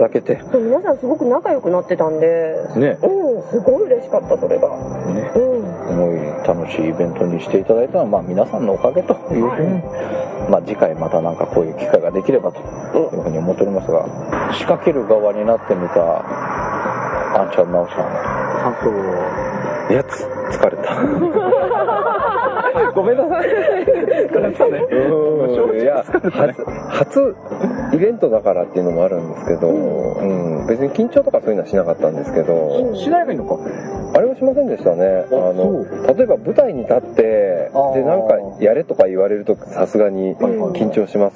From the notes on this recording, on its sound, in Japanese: イベント終了後に千葉県某所の路上で収録